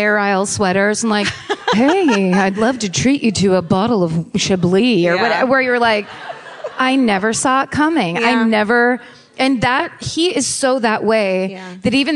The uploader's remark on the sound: Live at The Neptune. Live in Seattle.